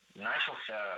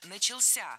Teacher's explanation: Ударение в этом слове падает на последний слог, поближе к возвратной части «ся». · Shown in: second take